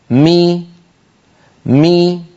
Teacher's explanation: فبتباعد الشفتين خرجت الميم وبانخفاض الفك السفلي قليلا وارتفاع وسط اللسان قليلا خرجت كسرة الميم